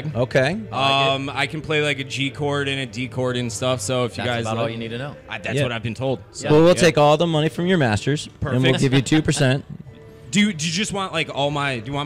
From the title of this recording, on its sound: Live from Weishfest